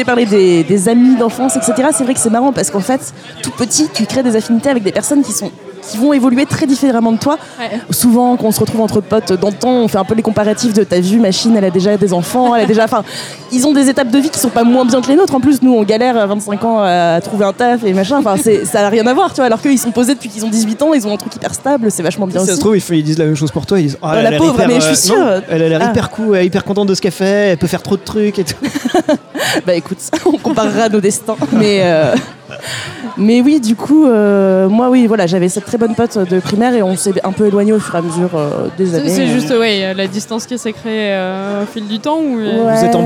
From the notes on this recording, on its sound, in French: épisode enregistré au 3 pièces cuisine (Paris 17e)